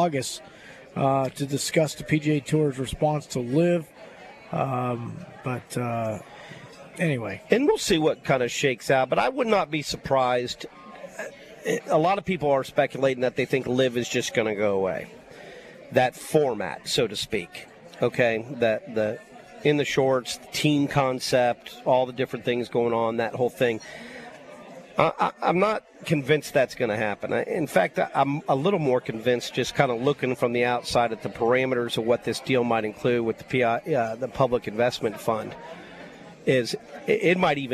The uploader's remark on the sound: LIVE From Felix's Fish Camp!